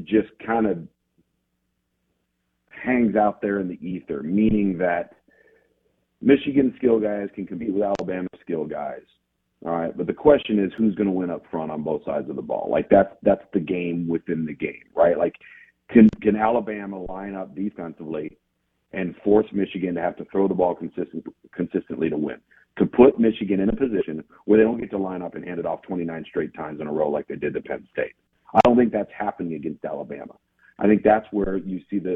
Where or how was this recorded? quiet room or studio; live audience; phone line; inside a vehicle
phone line